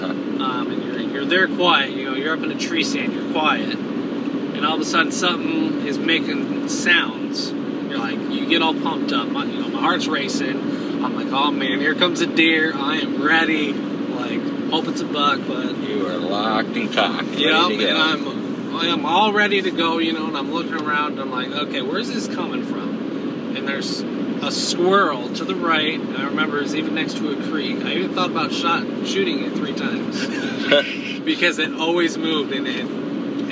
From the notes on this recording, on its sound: One single iPhone recording a conversation on the way home from the Iowa State Fair.